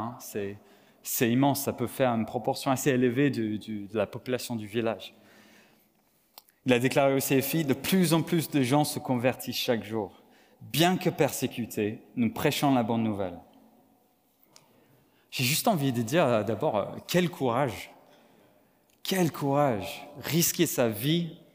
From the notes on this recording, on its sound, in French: Enregistré à l'église CVV, le 18/09/2022